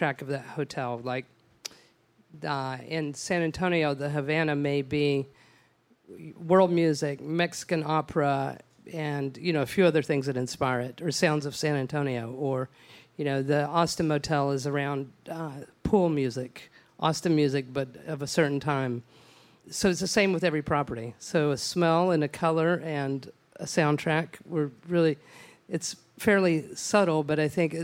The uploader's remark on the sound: For a live podcast taping in Austin.